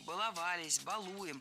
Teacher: Ударение всегда стоит за корнем, поэтому баловались, балуем.